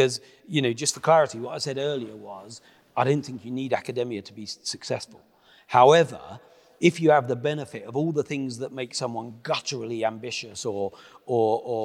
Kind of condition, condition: setting, live audience